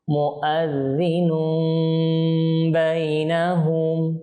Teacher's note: তানবিনের পর বা এসেছে, সেজন্য ইকলাপ হবে